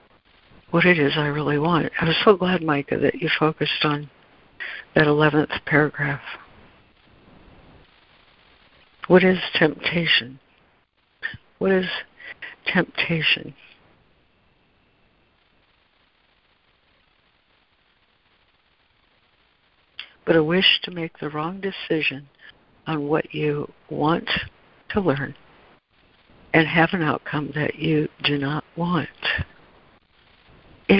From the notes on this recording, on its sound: ACIM Daily Conference Call.